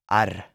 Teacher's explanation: You only roll it slightly with a short repetition